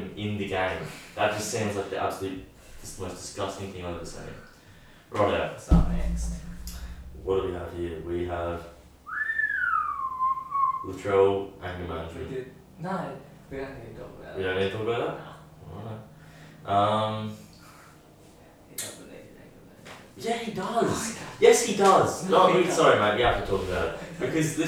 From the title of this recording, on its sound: poor audio